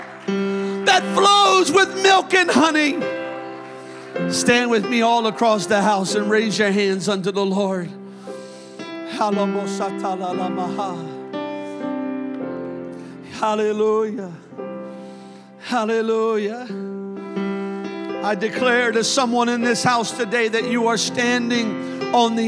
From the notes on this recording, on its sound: a service recording from Connect Point UPC